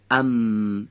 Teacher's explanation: از برخورد دو لب به یکدیگه به صورت نازک تلفظ میشه و صدای اون هم از بینی خارج میشه، ضمناً تارهای صوتی رو هم به ارتعاش در میاره. · Term: حرف میم